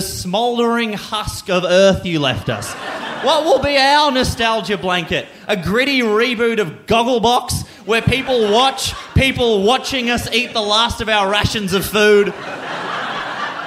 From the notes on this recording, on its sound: Recorded live, in front of a massive SOLD OUT crowd at Giant Dwarf.